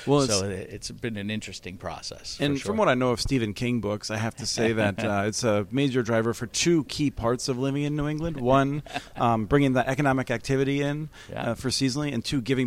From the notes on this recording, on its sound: tunes in from Broadband Communities in Houston for an interview